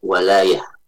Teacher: itu wawunya dibaca dengan fathah. jangan sampai terbaca dengan kasrah wilayah, tidak ya, tapi walayah.